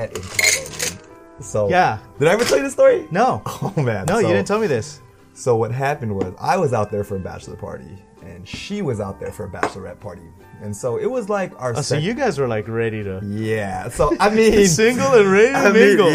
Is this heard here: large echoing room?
no